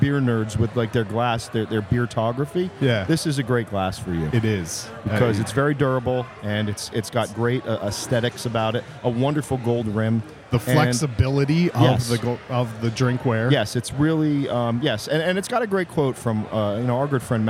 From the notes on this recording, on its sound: This episode was recorded live